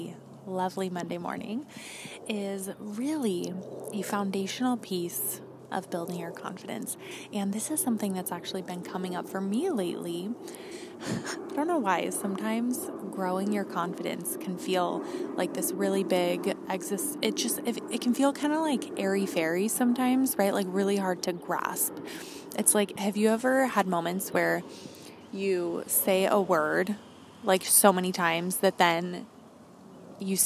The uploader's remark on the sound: This was recorded outside, so please forgive some of the background noise.